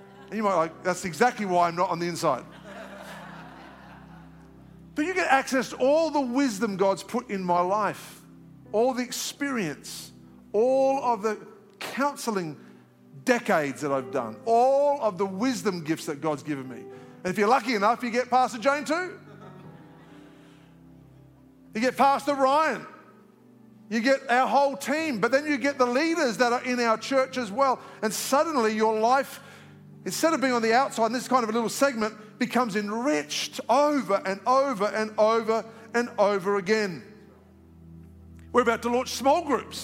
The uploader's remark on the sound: live from our 10am service at our Alpharetta campus on Sunday, February 11th